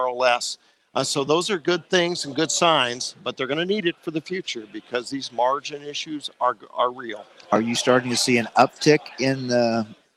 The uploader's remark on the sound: live from DTN Ag Summit in Chicago